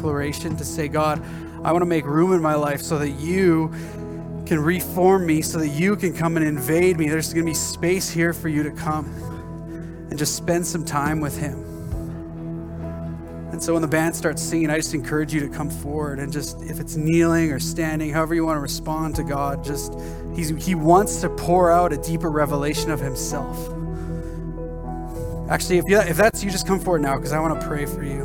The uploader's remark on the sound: At our Edmonton Gathering in October at Crosspoint Church